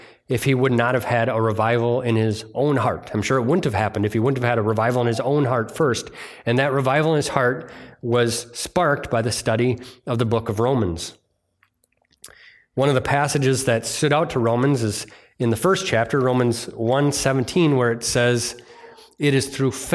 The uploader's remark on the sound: It was delivered on Sunday, July 16th, 2023 at Bible Center Church in Maiden Rock, Wisconsin.